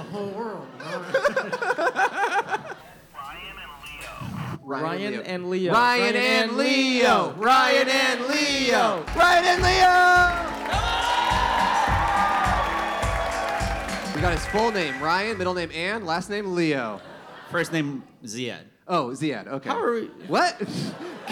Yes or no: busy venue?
yes